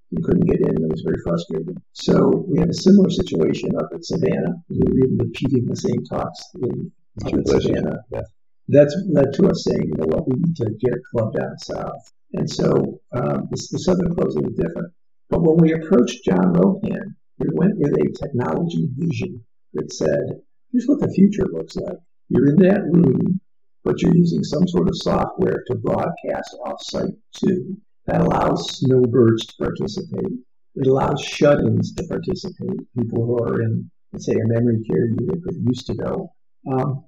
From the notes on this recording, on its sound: Open Forum in The Villages. A great listen, unfortunately with much lower sound quality.